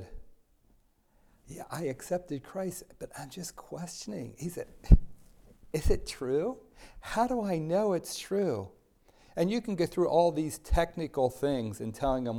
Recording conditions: large echoing room